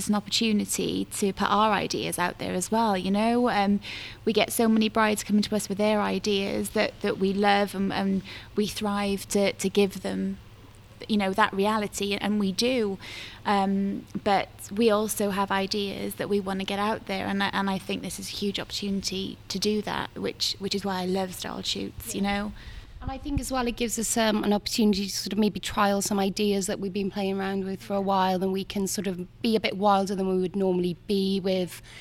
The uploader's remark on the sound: We're out on location